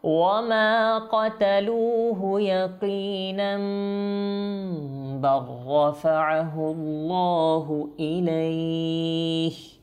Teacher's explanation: তো এখানে আমরা ইকলাব করব, কারণ তানবিনের পর এখানে কি এসেছে? বা এসেছে।